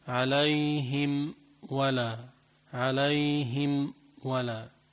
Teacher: فلذلك هم بده ينتبه وعليه أن يظهر الإدغام، بسموه يعني إظهار، عليه أن يظهر الميم بسموه إظهار شفوي